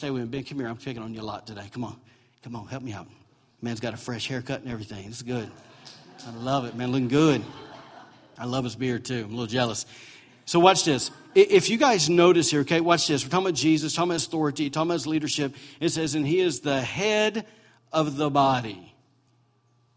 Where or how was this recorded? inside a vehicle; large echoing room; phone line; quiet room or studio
large echoing room